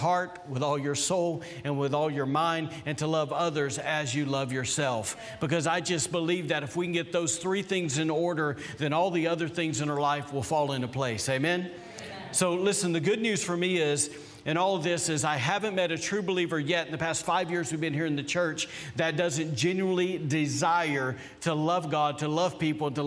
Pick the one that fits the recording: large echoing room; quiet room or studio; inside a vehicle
large echoing room